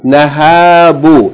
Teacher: Short vowel, long vowel, short vowel.